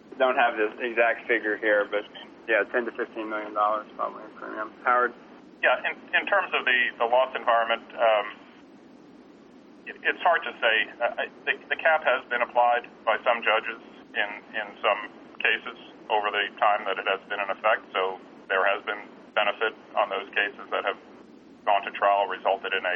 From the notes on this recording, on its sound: ProAssurance Earnings Conference Call, Second Quarter 2012